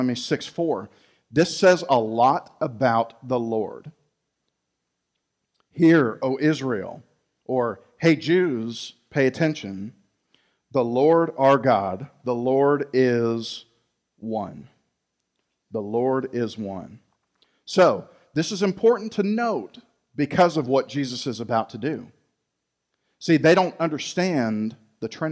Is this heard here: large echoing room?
yes